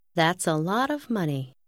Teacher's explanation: Bạn cũng lưu ý rằng that's thường nhấn mạnh hơn.